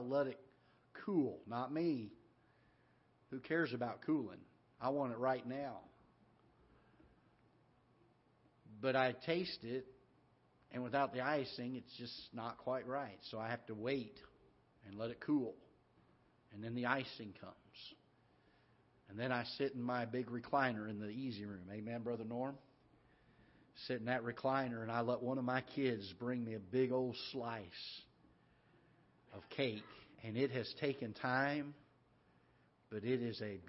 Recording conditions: large echoing room